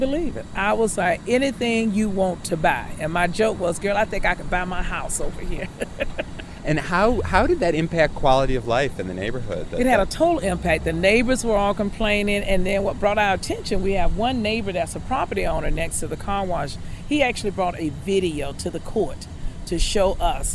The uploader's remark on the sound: My role at the conference was to interview participants